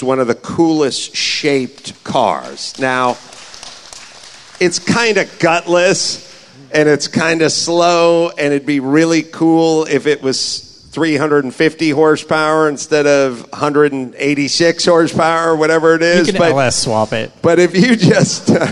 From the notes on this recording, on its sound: Live on stage at The World of Speed Motorsports Museum in Wilsonville, Oregon. Answer questions from the audience.